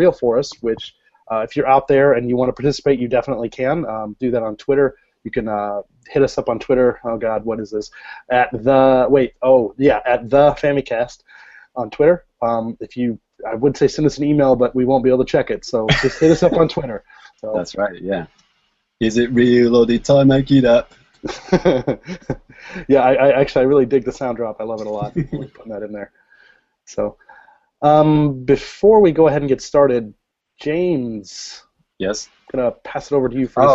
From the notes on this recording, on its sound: Recorded LIVE via Google Hangouts on Air.